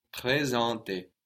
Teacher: And the S is like a Z, the S between vowels.